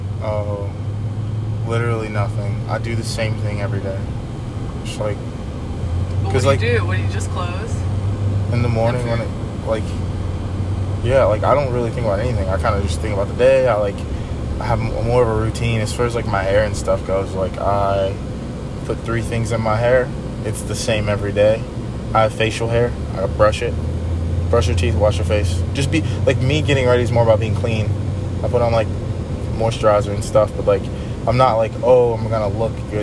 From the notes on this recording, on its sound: BONUS: Truck Talks. Cruising in the car.